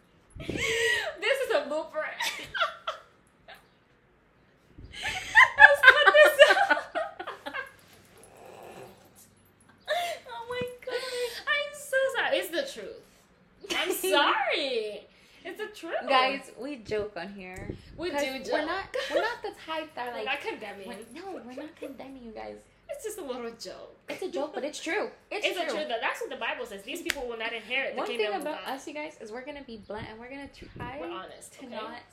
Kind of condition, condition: fault, background noise